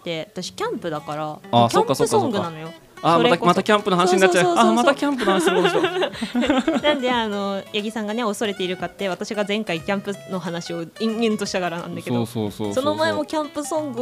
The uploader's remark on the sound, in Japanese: 今回は東中野雑談さんのスタジオをお借りして、憧れの公開収録をしてきました。お客さんたちのざわざわ感も含めてお楽しみください！